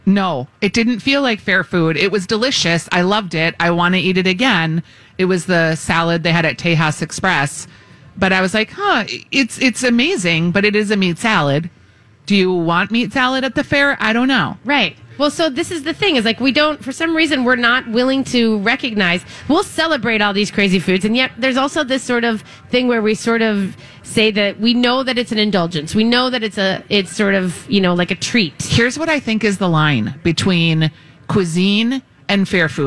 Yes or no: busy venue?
yes